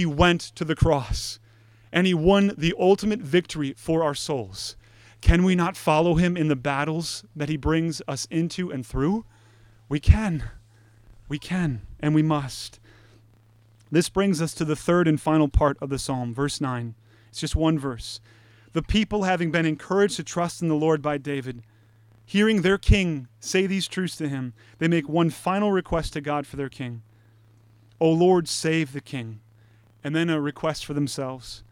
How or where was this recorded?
large echoing room